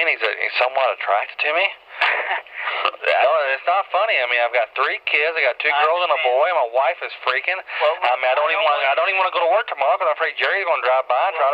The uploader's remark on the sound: RBCP's Personal Prank Phone Calls Collection